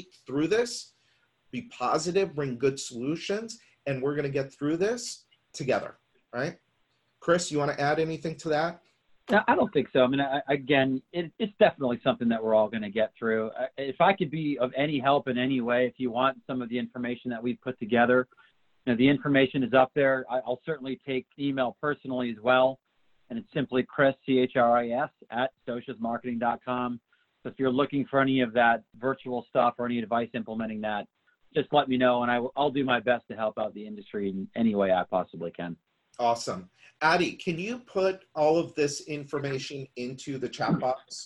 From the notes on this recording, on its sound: we’re sharing the audio from a webinar with you